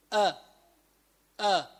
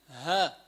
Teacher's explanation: فأقصى الحلق من تحت في حرفين، في عنا الهمزة والهاء، يعني بقول أ من أسفل الحلق، كمان ها هذول مخرجوا من تحت أسفل الحلق.